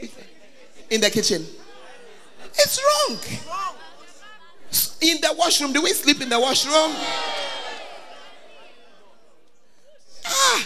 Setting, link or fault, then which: setting, live audience